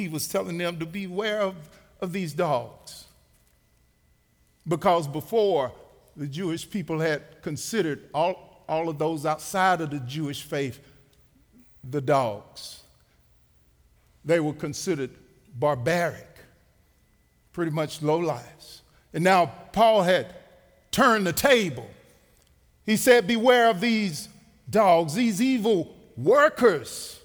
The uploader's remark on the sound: Recorded live at The Fellowship at Two Rivers